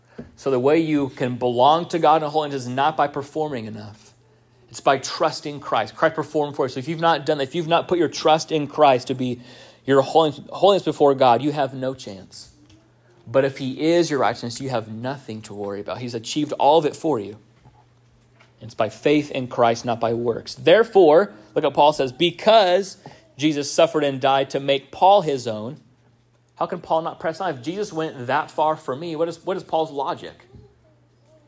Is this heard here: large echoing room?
yes